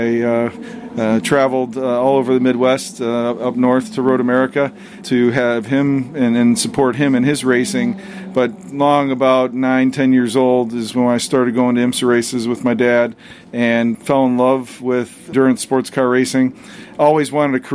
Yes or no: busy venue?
yes